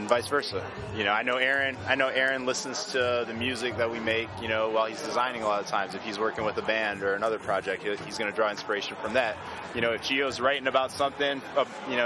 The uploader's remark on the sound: interview recorded at the lifestyle brand's mix tape release party at Beauty Bar